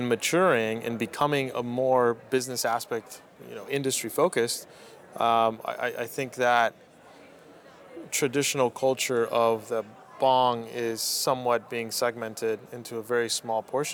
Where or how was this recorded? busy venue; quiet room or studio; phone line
busy venue